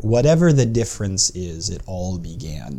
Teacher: there's a little extra unstressed syllable with the whatever the difference is · Term: loose iambic pentameter